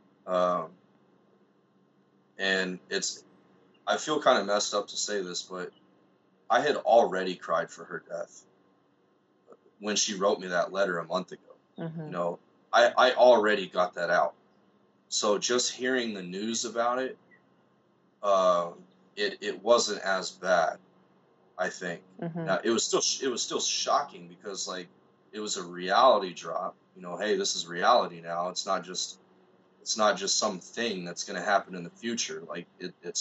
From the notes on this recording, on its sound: he sat across from me via Skype